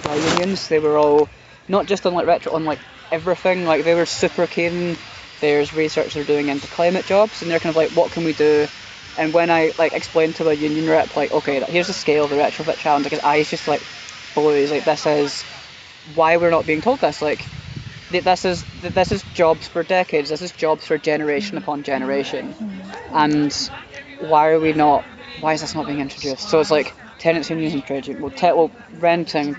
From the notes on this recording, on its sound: Throughout the episode we have included a collection of short interviews from participants and audience members at the festival.